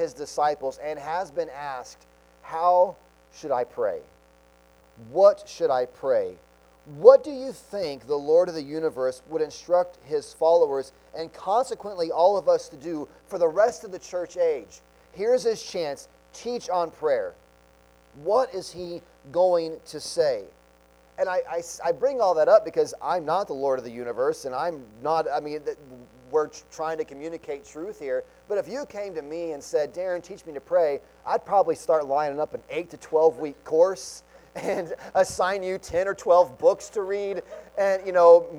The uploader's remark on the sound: Sunday Morning Sermon Audio.